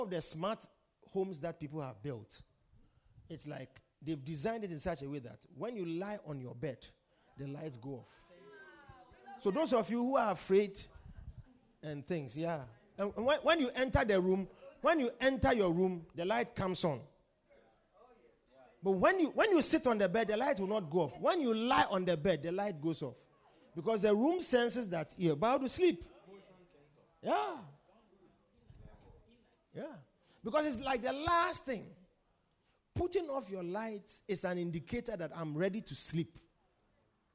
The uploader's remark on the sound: Preached at The Supernatural Encounter Service.